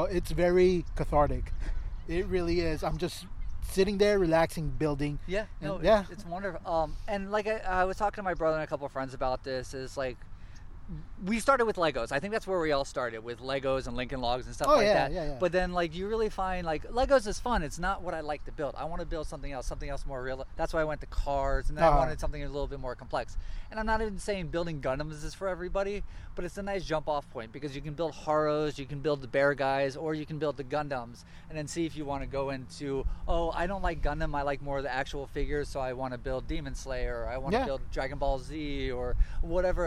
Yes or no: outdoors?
yes